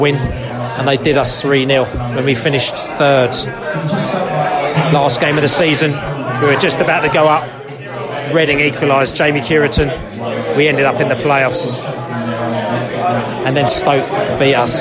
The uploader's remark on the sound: post-match podcast from the pub